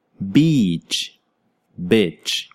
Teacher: The sound for EA in beach is longer than the sound for I in bitch.